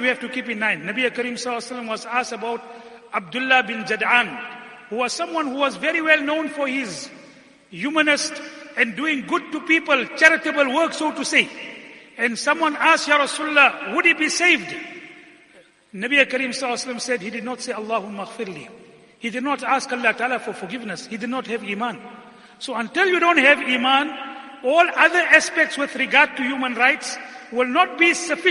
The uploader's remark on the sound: Jumuah lecture